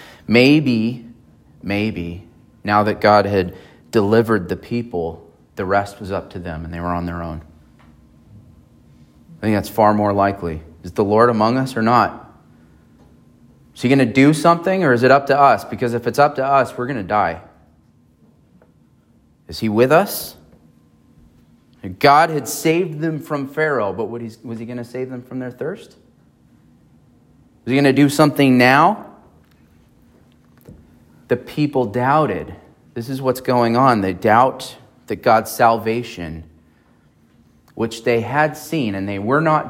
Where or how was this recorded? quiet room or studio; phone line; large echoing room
large echoing room